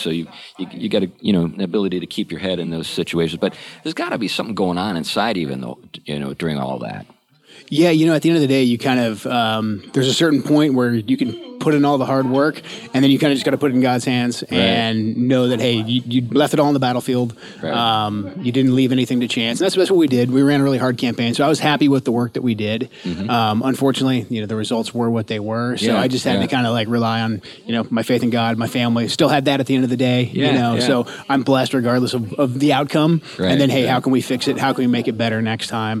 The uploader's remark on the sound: This episode was recorded at Old Town Burger in Battle Ground, so please excuse the background noise.